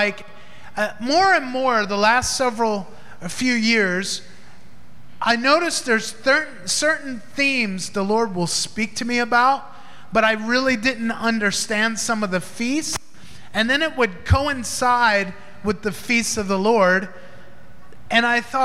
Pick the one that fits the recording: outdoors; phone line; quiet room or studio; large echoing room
large echoing room